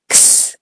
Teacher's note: So the X in context is saying a K and an S for Sam sound together quickly.